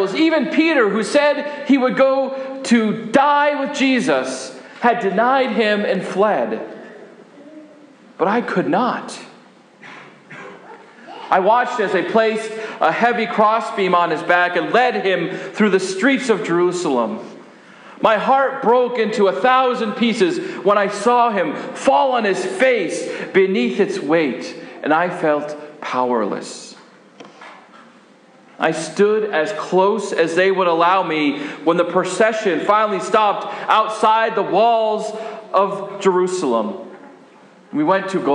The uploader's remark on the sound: This sermon was preached at Faith Lutheran Church Gardner, MA.